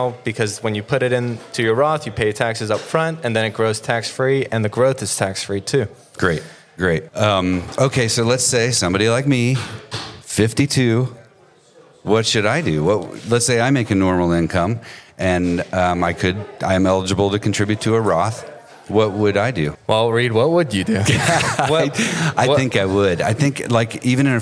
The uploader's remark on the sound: Live from our 2023 Client Appreciation Event